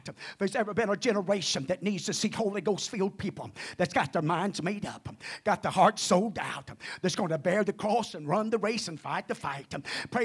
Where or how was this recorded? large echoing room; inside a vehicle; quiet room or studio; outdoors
large echoing room